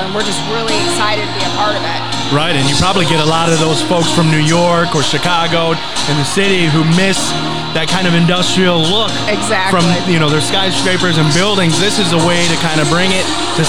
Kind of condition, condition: setting, busy venue